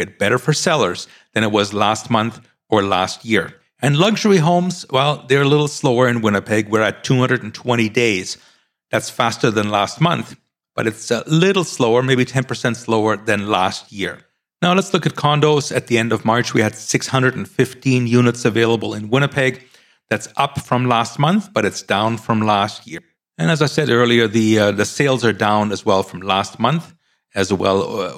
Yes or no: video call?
no